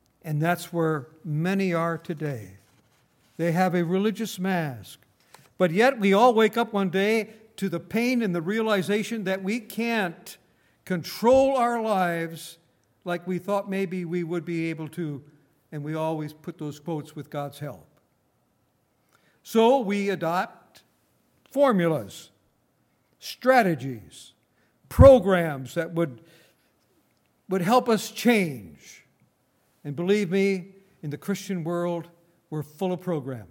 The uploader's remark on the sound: Recorded on May 20, 2018, at Grace Bible Fellowship in Front Royal, VA.